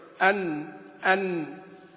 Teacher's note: أن طبعا النون فيها جزء فموي اللي هو المخرج الذي نصفه هذا، من طرف اللسان وما يقابله من لثة الثنايا العليا. أن طيب، وفي جزء أنفي، لأن الميم والنون لهما جزءان، جزء فموي وجزء أنفي.